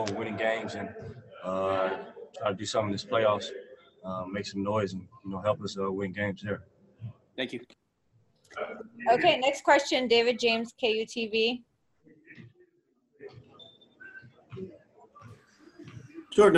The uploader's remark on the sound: Spoke to the media via Zoom conference after practice on Saturday in Orlando.